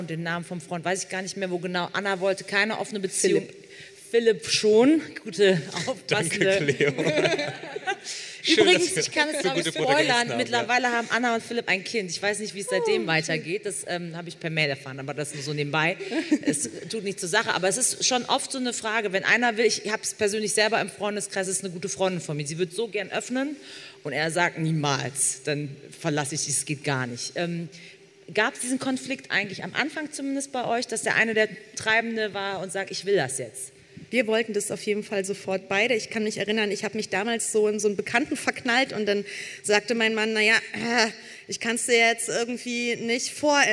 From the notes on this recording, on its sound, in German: Beim Podcastfestival in Hamburg